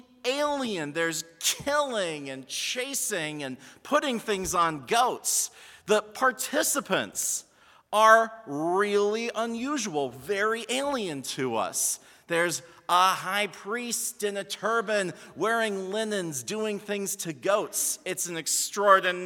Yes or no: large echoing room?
yes